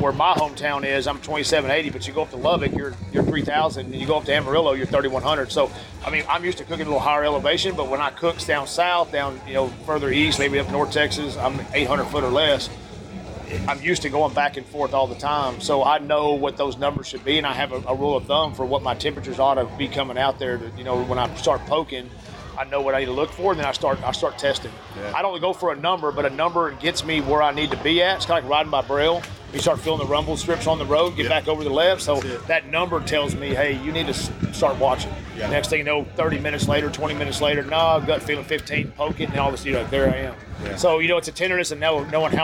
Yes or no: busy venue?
yes